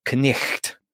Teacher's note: So the way it would have been pronounced would have been more like knicht. And so the K is disappearing at the front, the sound in the middle is disappearing